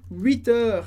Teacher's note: 8 heures, a gente tem a liaison com som de T. 8 heures. Lembrando que sempre que a gente falar de horas, vai ter essa liaison com qualquer número que tiver antes das horas.